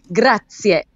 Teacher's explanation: It's got that little bit of an eh at the end.